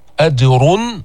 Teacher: فخمنا الراء جبنا الإظهار